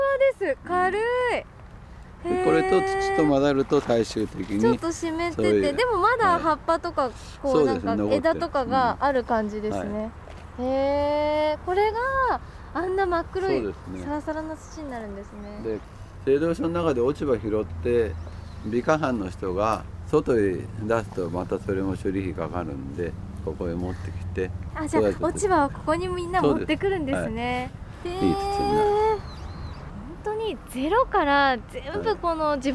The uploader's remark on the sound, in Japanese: 今回取材した神奈川県平塚製造所の「千年の杜」。その森を歩きながら。